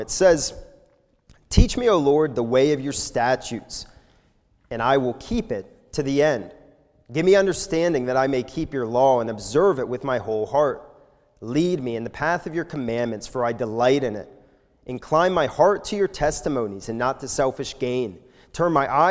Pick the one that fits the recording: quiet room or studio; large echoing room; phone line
large echoing room